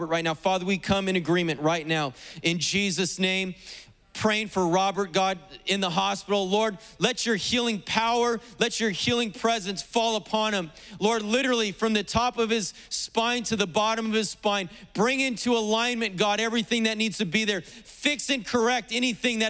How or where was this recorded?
large echoing room